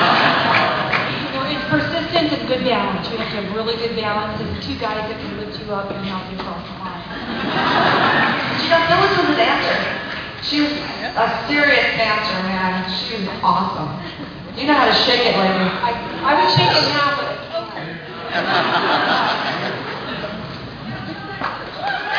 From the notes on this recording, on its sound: Live, from Scranton, PA... I apologize for the quality of the audio-- it was the best I could do.